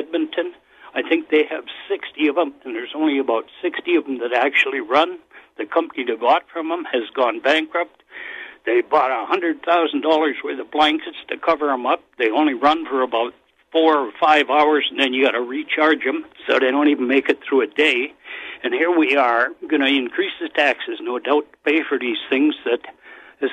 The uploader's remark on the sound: Every Friday we open the phone lines and give you a chance to call out or commend anyone you think deserves it.